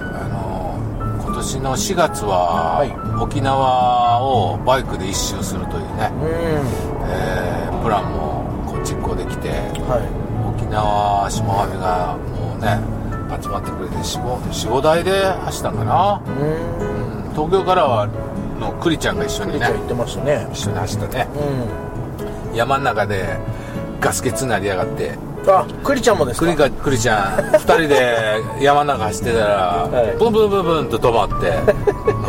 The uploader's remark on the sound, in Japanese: ドライビング対談収録をいたしました